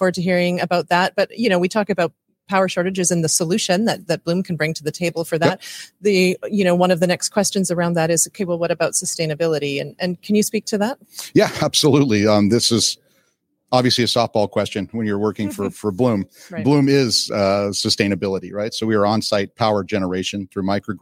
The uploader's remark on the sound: LIVE from Datacloud Global Congress